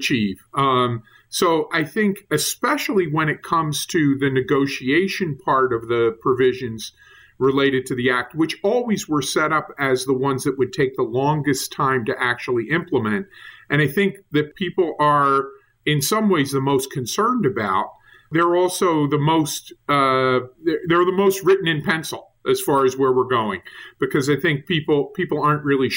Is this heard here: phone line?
no